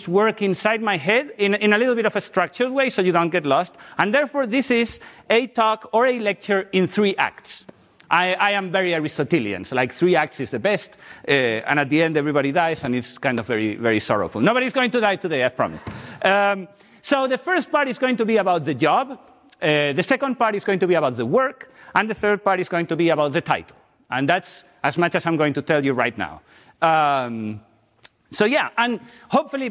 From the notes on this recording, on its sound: The lecture will take place at 13:00 in Auditorium 2.